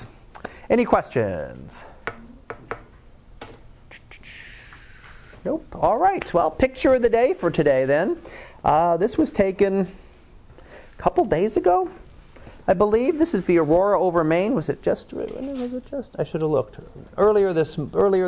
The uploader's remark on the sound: Live Class Lecture.